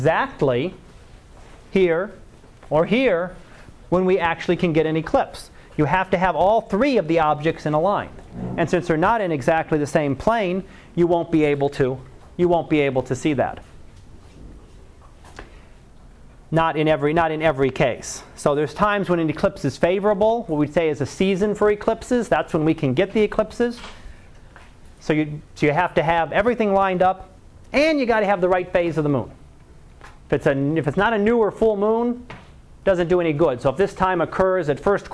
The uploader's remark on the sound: Live Class Lecture